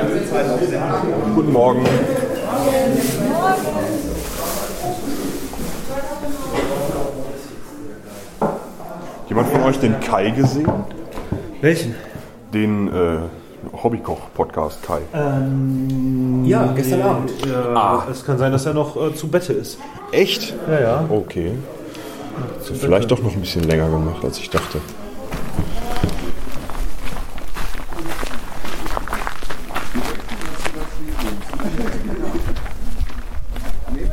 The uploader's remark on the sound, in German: die auf dem Podstock-Festival entstanden ist